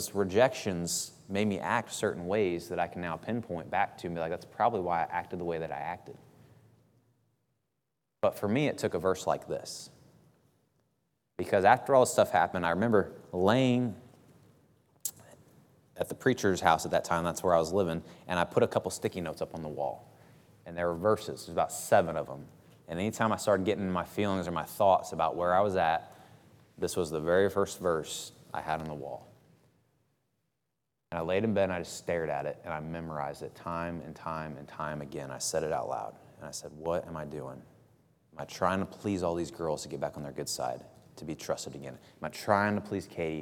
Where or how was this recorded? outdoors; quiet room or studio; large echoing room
large echoing room